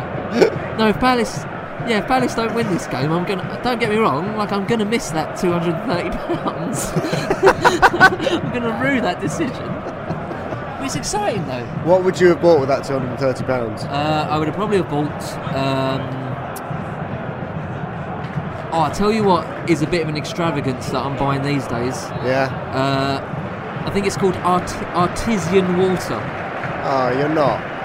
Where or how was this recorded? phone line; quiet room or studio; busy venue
busy venue